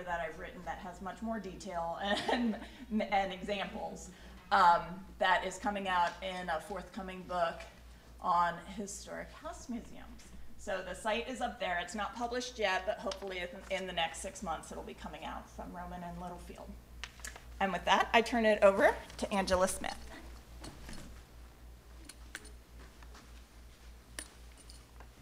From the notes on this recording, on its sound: 2018 AASLH Annual Meeting Session Recording Recorded in Kansas City, MO.